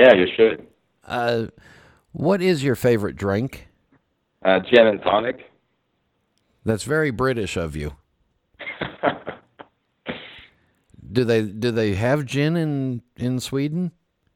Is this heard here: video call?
no